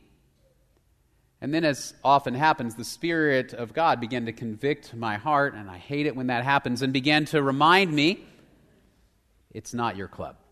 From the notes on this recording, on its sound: Location: Grace Bible Church Southwood